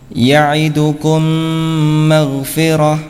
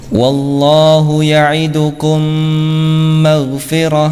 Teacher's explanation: Pada hukum yang kedua ini ya, hukum mim sukun yang kedua ini yaitu idgham mutamatsilain atau idgham mimi ya, cara membacanya dengan menempelkan ya bibir atas dengan bibir bawah ya, dengan menempelkan dan dengan dengung, ya. Ditekan namun tidak terlalu keras, ya.